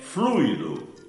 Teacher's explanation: a pronúncia é fluido, com a tônica no U